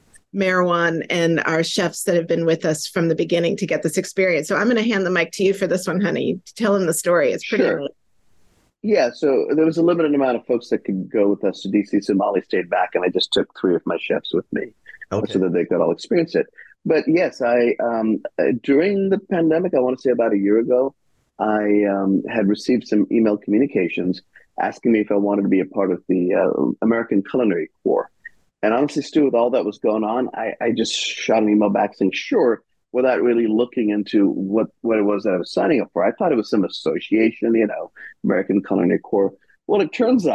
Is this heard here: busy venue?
no